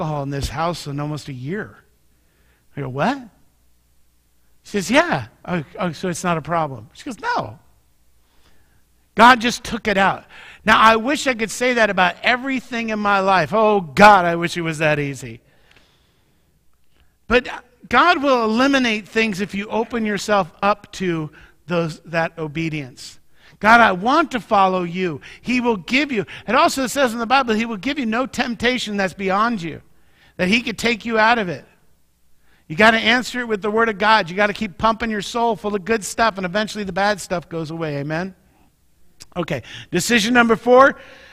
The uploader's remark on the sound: Mt. Zion Church Live!